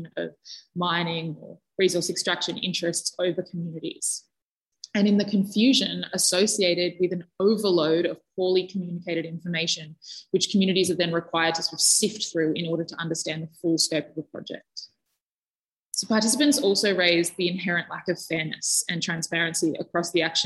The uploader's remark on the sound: This event was held via Zoom on Wednesday 8 December, 2021.